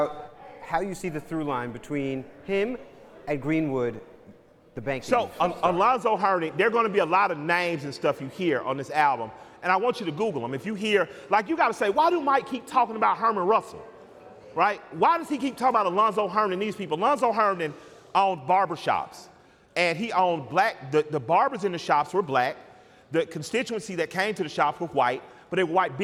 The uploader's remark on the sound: Sat down together in Atlanta in front of a live audience. The room was packed with fans sipping on Tres Generaciones Tequila.